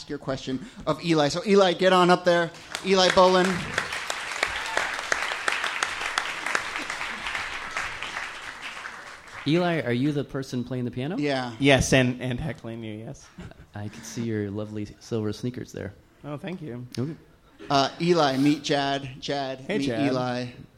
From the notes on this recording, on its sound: Ask Roulette is a conversation series in which strangers ask each other questions on stage. This excerpt is from our January regular show at Housing Works Bookstore.